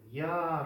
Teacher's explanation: Тянется А. Собственно, гласное это А. А Е это начальный вот этот вот ее импульс.